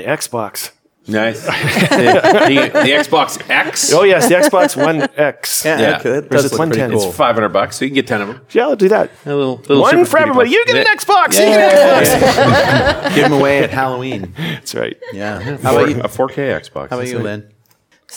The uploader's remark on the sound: Going Serverless Panel at NDC Oslo.